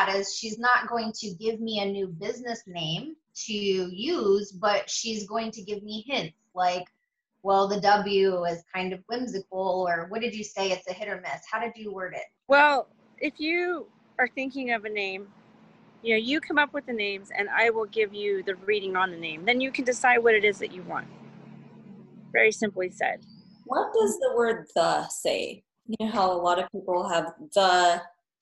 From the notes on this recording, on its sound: A zoom chat. Despite the internet freezing on my end, resulting in me talking over my guest at times.